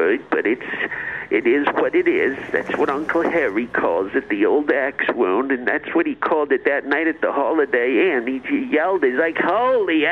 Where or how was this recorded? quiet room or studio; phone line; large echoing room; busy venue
phone line